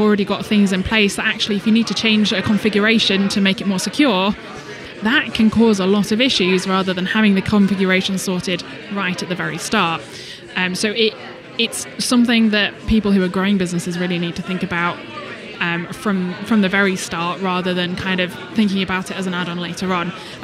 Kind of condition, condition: setting, busy venue